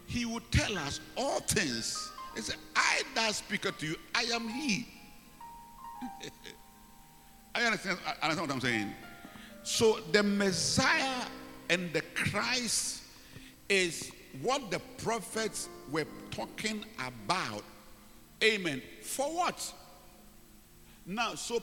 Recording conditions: large echoing room